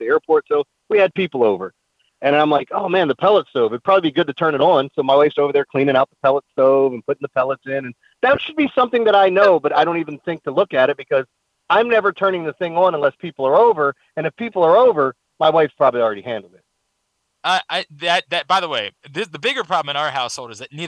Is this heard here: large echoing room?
no